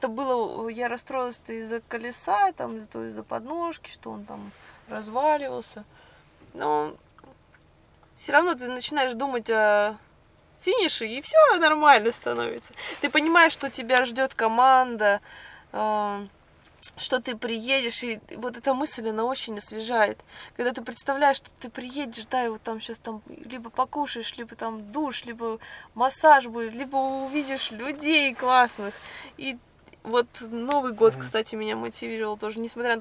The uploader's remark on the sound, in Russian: Этот выпуск я записал на бивуаке посреди пустыни в Марокко, после финиша СУ4.